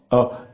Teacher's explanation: اللسان ملهوش دور، خلاص ده هو كله شفتين، يبقى اللسان ملهوش دور، دور يا دوبك بينحصر في انخفاضي، أب أب في انخفاضه للقاع الفم تحت، مفيش التصاق مفيش أي حاجة.